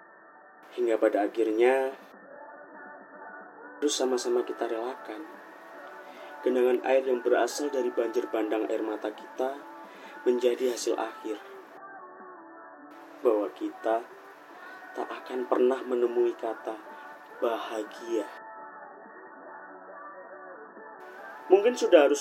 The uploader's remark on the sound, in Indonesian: maaf jika konsep audionya sengaja dibikin noisy